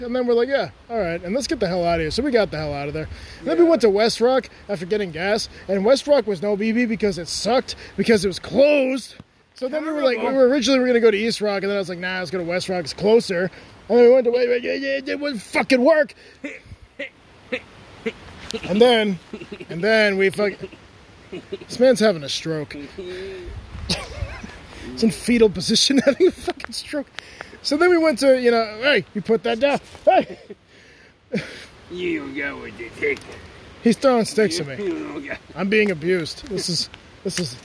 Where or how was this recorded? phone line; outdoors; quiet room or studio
outdoors